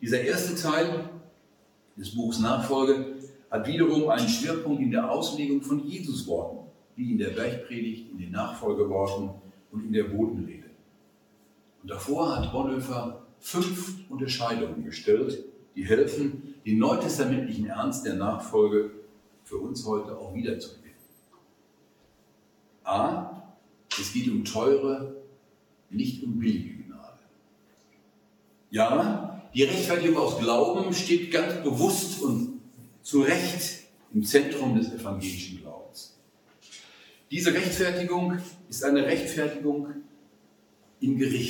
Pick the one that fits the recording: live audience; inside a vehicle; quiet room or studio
live audience